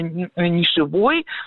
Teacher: в словарях зафиксировано слово «нишевой» с ударением на окончании, это окончание «ой»